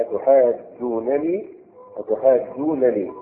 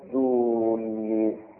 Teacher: يعني بإدغام نون الجمع في نون الوقاية · Shown in: second take · لأن أصلها أتحاجونني أتحاجونني نون الجمع أدغمت مع نون الوقاية فصارت